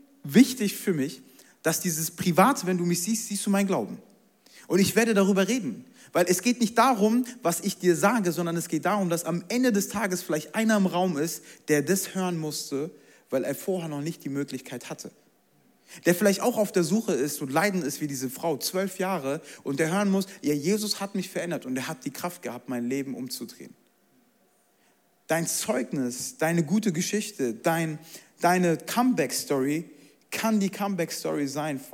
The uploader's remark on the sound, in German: Zeal Church Leipzig. Audiomitschnitt der Predigt.